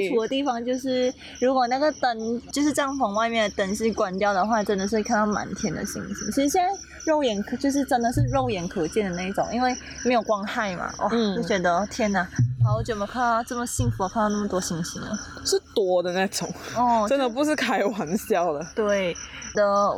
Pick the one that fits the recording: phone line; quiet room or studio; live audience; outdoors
outdoors